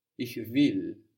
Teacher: So we see in the spelling of ich will, W-I-L-L, that the W produces a V sound in German